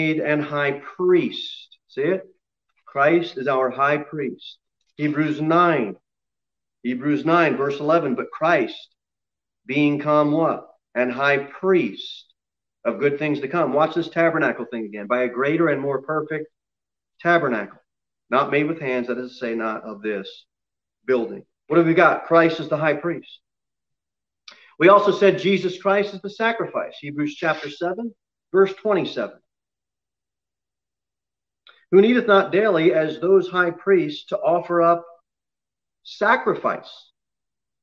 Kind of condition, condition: setting, large echoing room